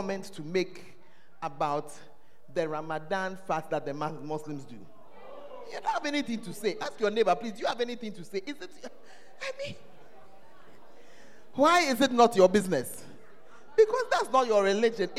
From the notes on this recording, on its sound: Preached at First Love Center; Ayeduase